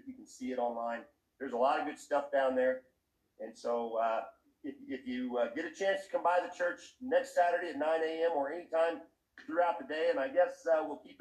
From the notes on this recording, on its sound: The sound quality is a little sketchy on this one, sorry folks.